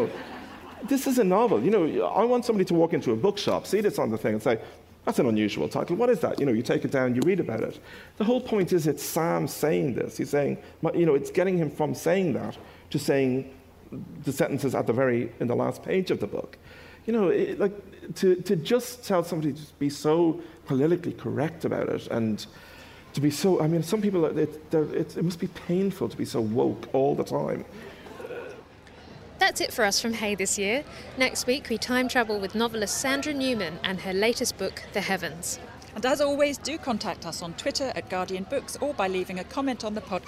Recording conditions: live audience